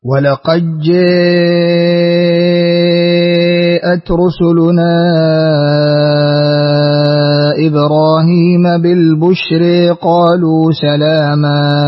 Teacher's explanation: بالإدغام والإمالة مع المد المشبع وكذلك يميل في البشرى